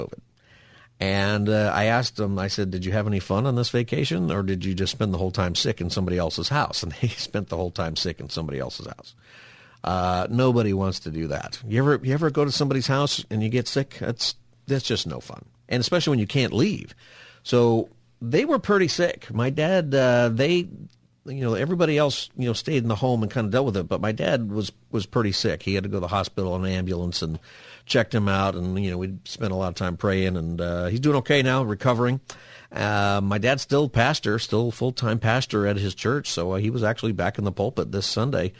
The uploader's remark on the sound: Open Phone Friday